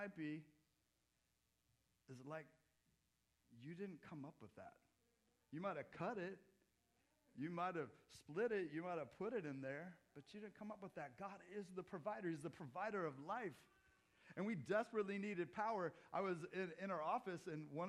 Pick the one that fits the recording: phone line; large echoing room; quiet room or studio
large echoing room